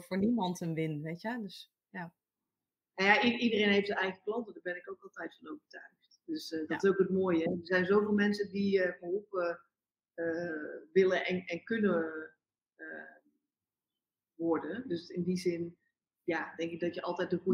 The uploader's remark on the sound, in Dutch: Opgenomen op 2 verschillende locaties met de bijbehorende wisselende audio-kwaliteit.